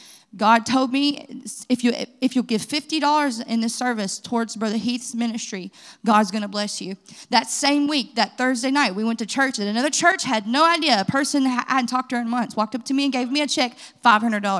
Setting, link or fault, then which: setting, large echoing room